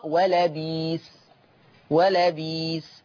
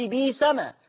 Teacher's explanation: يبدل ورش همز لفظ بئسة ياء، سواء كان اللفظ ده مقرورا بما، مقرونا بما فتصير بئسما فيقرأ ورش بيسما، أم لم يقترن فيبقى بئسة.